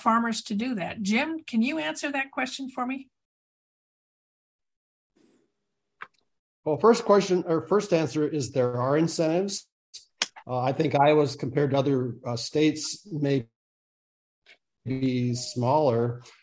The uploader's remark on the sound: I invited those on our Zoom call session - a regular weekly feature of this column - to participate in an ‘open mic’ show, meaning we did not have a guest to interview. Our Monday Zoom participants are from across the state.